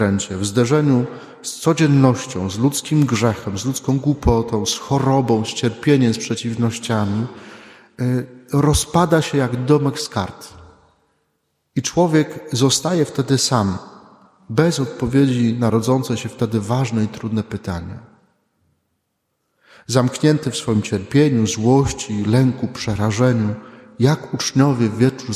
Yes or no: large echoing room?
yes